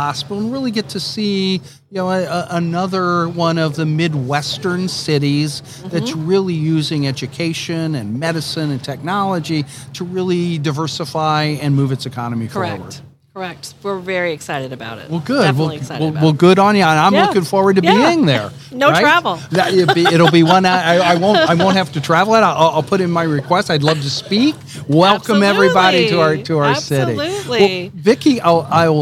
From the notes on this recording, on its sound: The interview was conducted during Day 3 of the Association of University Research Parks 2022 International Conference held in Toronto.